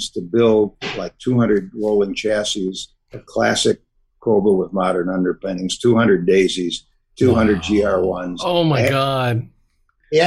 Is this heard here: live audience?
no